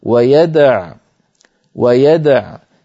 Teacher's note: فكان حفص رحمه الله إن وقف على ويدعو مضطرا أو مختبرا يقف عليه من غير واو